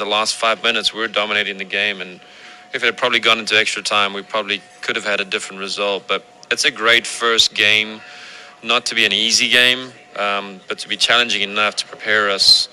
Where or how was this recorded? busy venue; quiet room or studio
busy venue